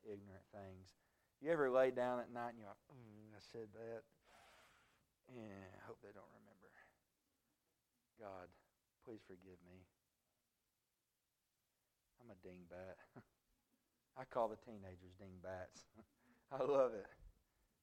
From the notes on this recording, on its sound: A message preached at Crossroads Baptist Church